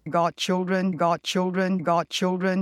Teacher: It's almost like she's stressing each of the three syllables.